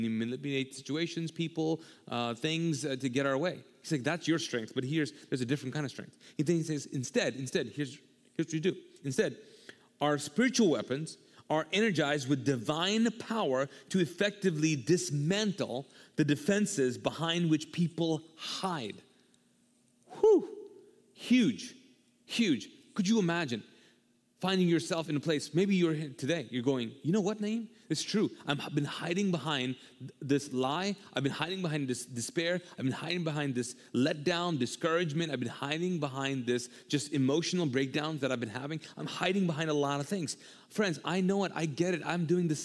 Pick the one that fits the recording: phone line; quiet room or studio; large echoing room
large echoing room